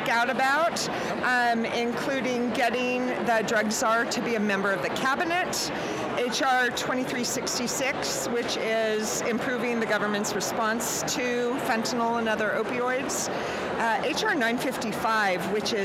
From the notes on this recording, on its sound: Live and in person at the 2022 RxSummit Conference which hosted anyone and everyone affiliated with and touched by our country's Drug Crisis. Many of those conversations were recorded and contained within this dynamic conference summary episode of the Pain Pod!